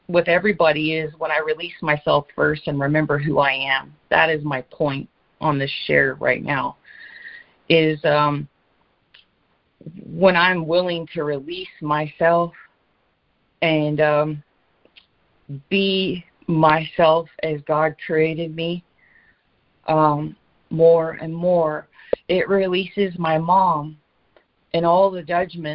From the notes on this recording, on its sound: ACIM Daily Conference Call.